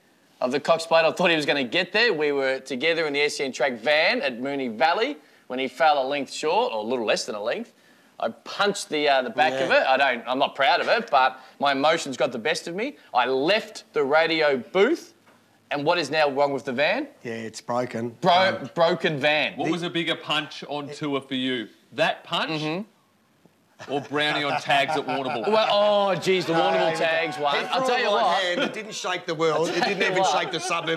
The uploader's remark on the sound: live on track at Eagle Farm